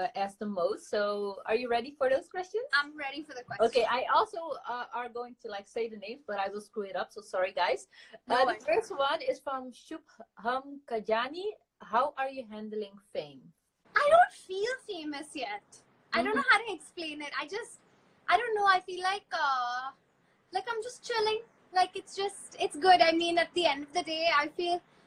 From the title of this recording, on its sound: Instagram Live